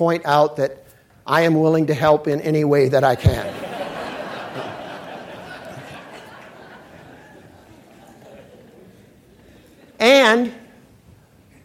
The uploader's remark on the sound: keynote speech of The Texas Tribune Festival